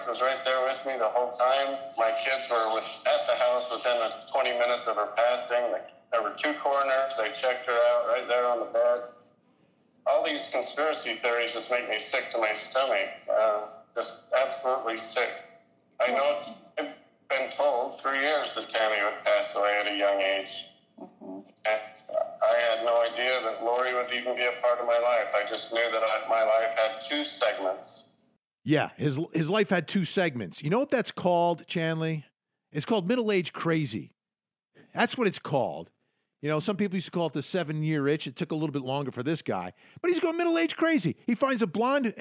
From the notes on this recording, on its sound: Court TV was there with gavel to gavel coverage. You’ll hear some of that audio and a jail house call.